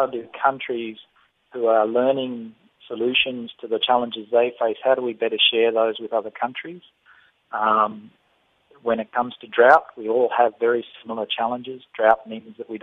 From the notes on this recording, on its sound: we are joined on the line